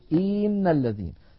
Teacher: الخطأ الذي يمكن أن يفعله الإنسان أن يمط كسرة الهمزة فيقول إن الذين.